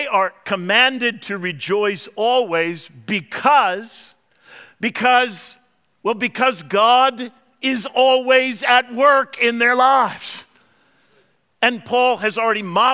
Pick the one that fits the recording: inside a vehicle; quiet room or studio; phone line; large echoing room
large echoing room